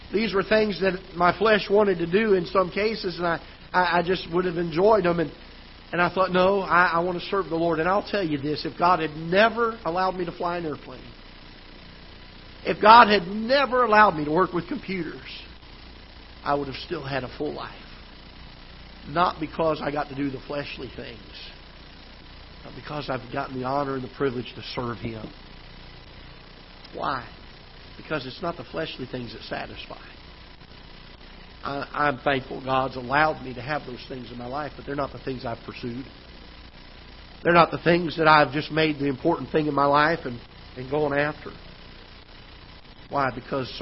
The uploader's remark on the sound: Ketha Heights Baptist Church ~ Live Broadcast.